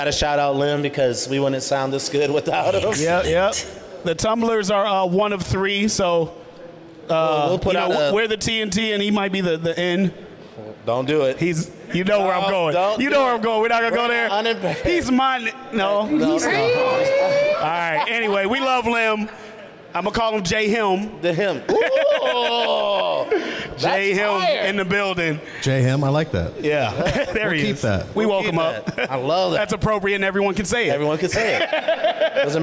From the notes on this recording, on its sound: They're coming to you live from Unimpaired in the heart of Iowa City. It's their very first podcast in front of a live audience.